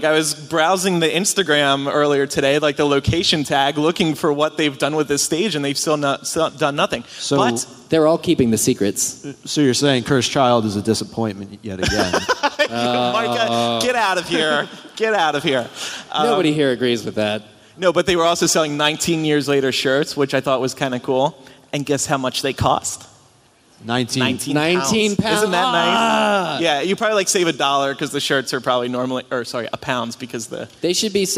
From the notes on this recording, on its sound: Live From Orlando. Cap off MuggleNet Live. Stick around after the live recording for a post-mortem that the three recorded the morning after.